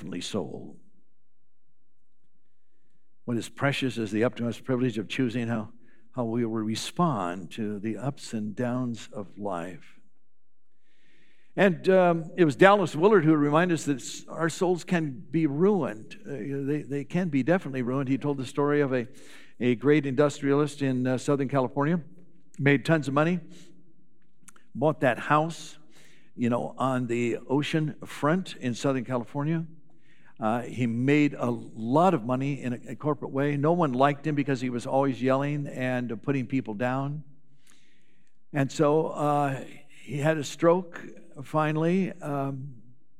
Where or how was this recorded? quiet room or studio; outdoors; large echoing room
large echoing room